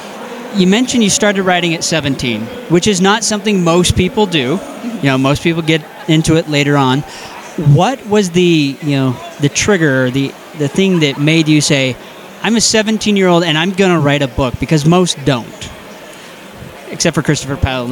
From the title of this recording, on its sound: Live From DragonSteel 2023